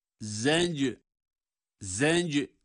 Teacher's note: zenc derken za ince, cim kalkale sesiyle.